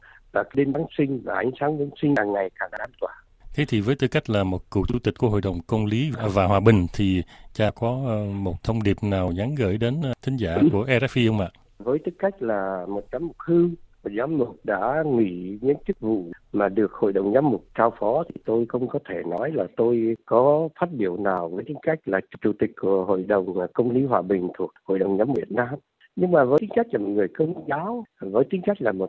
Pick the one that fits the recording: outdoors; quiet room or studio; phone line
phone line